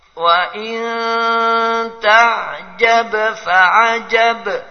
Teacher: Terdengar qalqalah bila setelahnya fa.